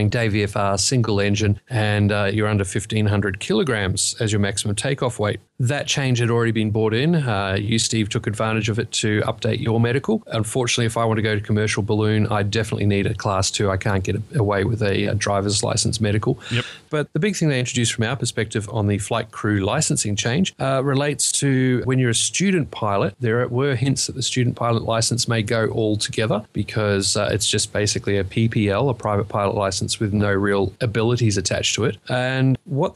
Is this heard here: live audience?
no